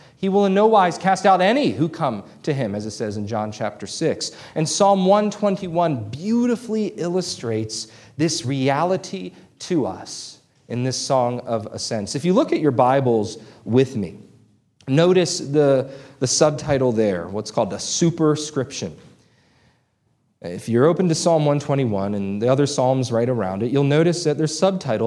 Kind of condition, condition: setting, large echoing room